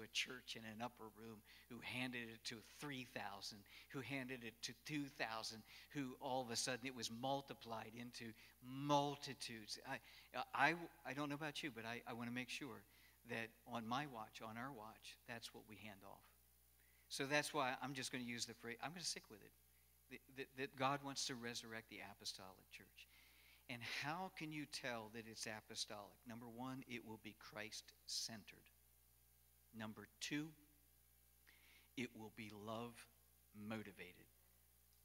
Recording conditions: large echoing room